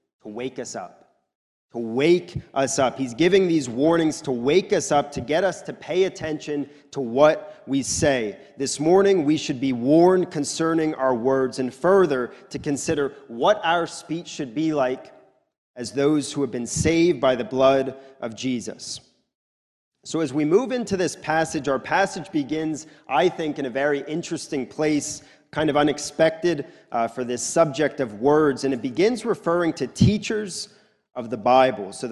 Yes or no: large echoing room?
yes